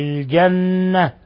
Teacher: والنون حرف غنة مشدد وغن مقدار حركتين